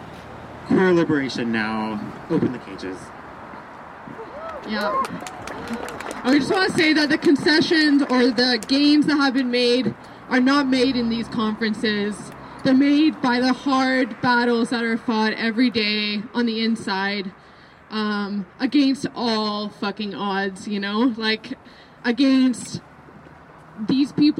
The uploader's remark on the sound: Contributor: Prison Radio CKUT. Audio from a demonstration that took place on Sunday October 21 in Montreal against the International Corrections and Prisons Association conference. This conference was hosted by Correctional Services Canada and has been happening all week at the Marriott Hotel on de la Gauchetiere in downtown Montreal.